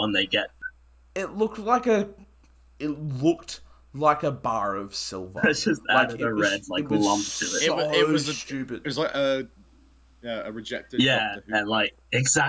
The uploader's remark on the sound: Apologies for some slight technical difficulties.